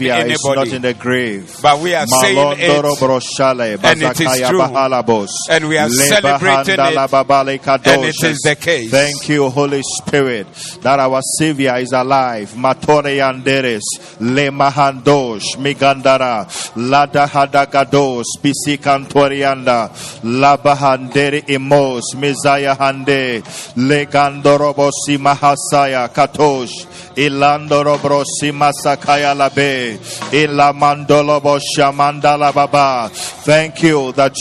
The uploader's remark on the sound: Preached at the Doxa Service